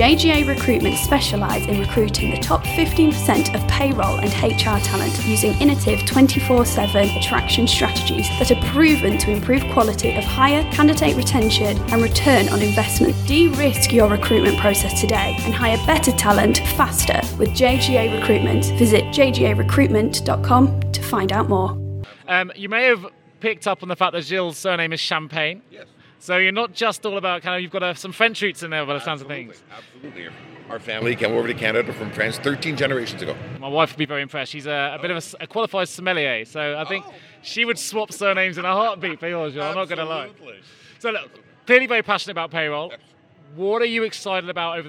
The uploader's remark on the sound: Recorded Live at American Payroll Association Congress 2019 in Long Beach, California.